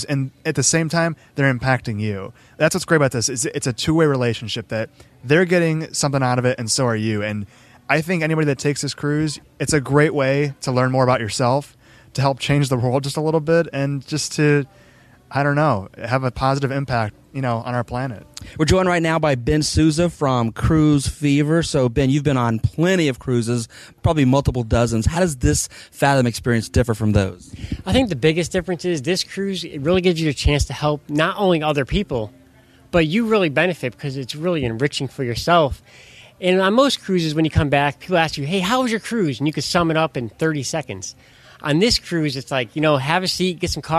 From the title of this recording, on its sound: Live from Fathom Impact Cruise